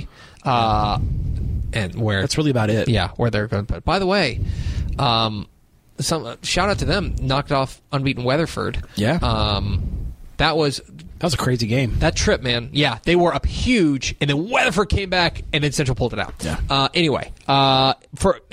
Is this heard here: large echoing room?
no